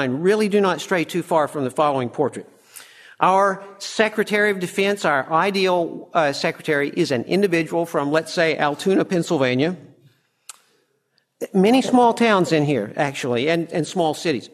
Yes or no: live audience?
yes